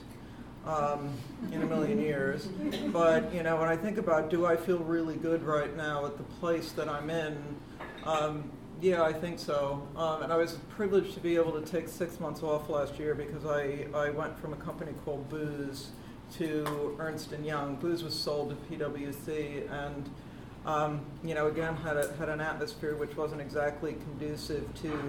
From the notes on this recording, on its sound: We headed up to Liverpool to co-host a live panel discussion with The Women's Organisation.